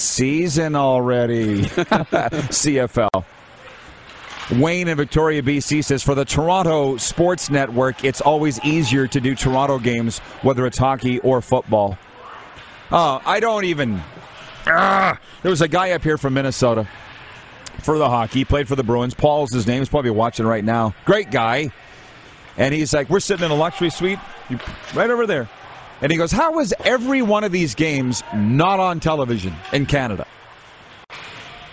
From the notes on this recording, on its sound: We are LIVE from the city of Estevan, Saskatchewan for the 2022 CJHL Centennial Cup Junior Hockey Championship!